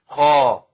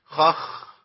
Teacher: الاستعلاء اللي هو ارتفاع اقصى لسان عند نطق به ده بيخليه صوته قوي